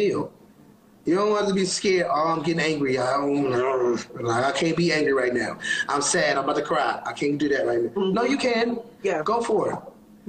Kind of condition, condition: link, video call